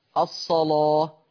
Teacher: قرأ ورش بتغليظ اللام في لفظ الصلاة